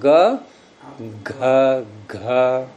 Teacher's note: अब घ में हम बड़ा प्रयास करते हैं गले को खूब ढंग से बंद करने का क्षेत्र को, यानी कि जो त्वचाएं हैं दोनों ओर की वो अधिक चिपकेंगी, अधिक हिस्सा उनका चिपकेगा, ग में कम चिपकेगा।